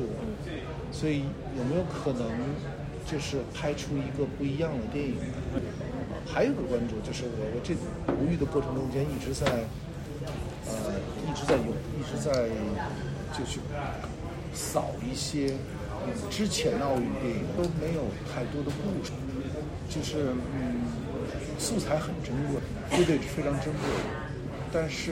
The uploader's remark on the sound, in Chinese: 本期节目录制于2023年第76届戛纳电影节现场